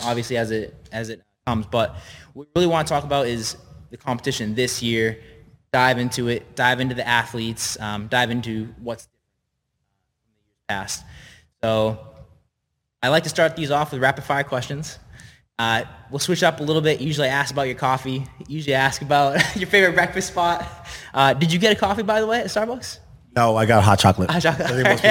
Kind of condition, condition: setting, live audience